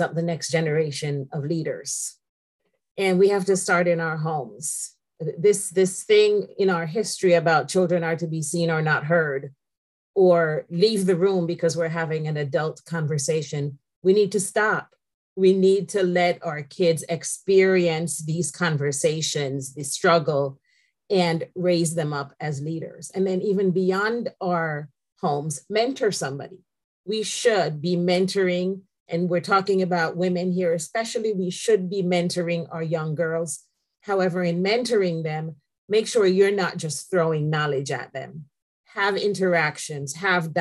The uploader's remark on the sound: The audio version of Shelterforce's webinar